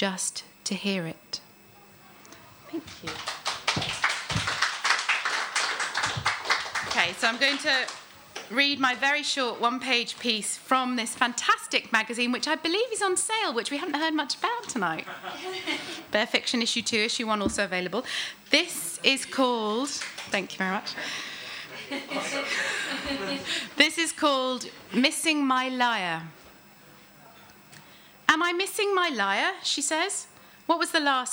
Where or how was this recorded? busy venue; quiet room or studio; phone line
busy venue